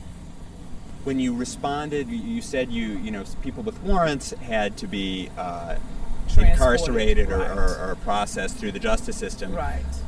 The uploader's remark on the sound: My role at the conference was to interview participants